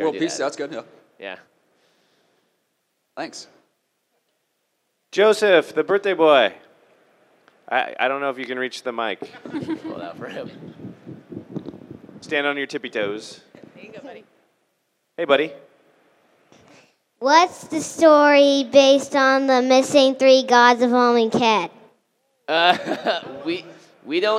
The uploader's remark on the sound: LIVE at GP Vegas